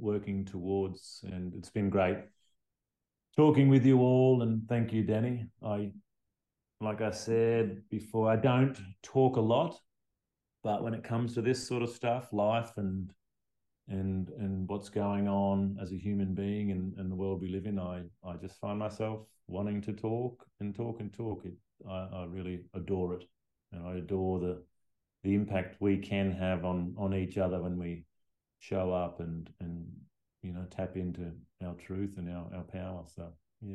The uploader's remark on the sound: Conversation recorded during one of the HIQA grads group calls.